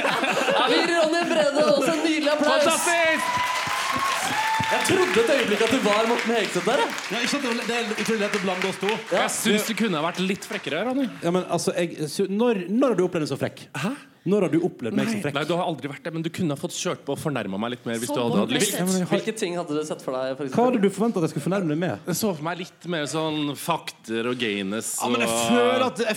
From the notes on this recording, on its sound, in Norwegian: Sesongavslutning med P3morgens Julefrokost live fra Cafeteateret på Grønland.